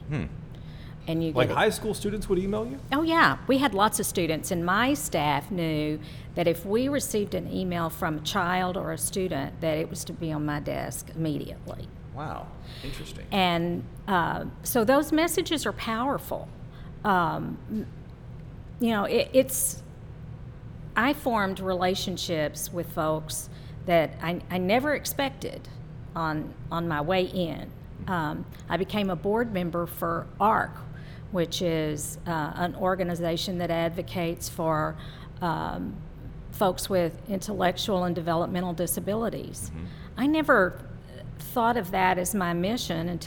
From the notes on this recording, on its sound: Recorded live at The Texas Ale Project in Dallas.